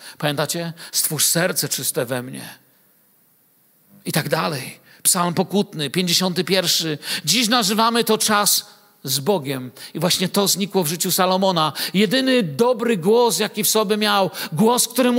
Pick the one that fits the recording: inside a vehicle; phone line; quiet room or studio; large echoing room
large echoing room